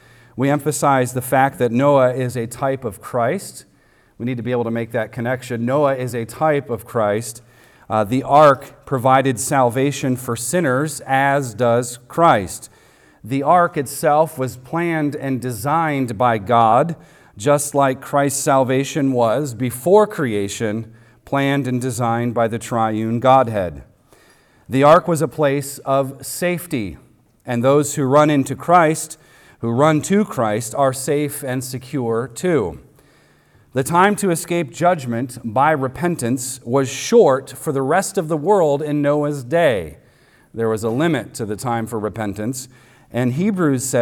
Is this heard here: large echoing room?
yes